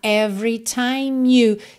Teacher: Então, ó, nesse refrão, every time, atenção que every, você não pronuncia o E do meio, então não é every, tá?